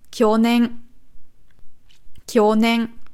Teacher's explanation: Nicht hoch runter, sondern runter hoch.